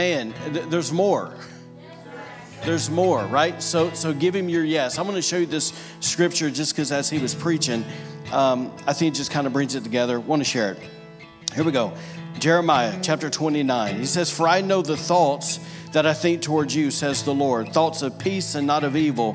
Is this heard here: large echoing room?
yes